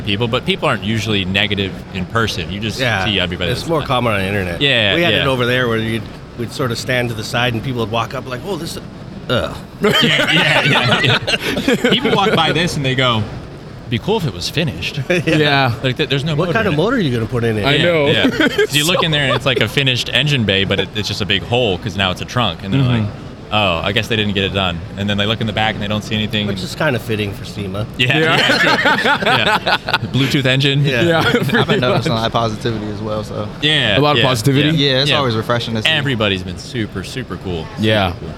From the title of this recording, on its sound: SEMA 2023 Live